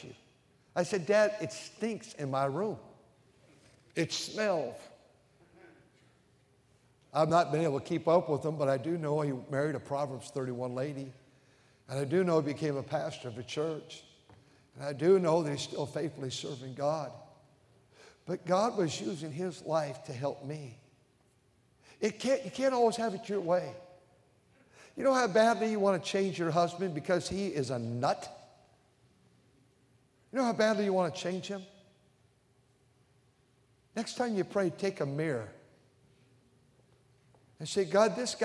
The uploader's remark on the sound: during the Sunday Evening service on March 12, 2023, at North Valley Baptist Church in Santa Clara, California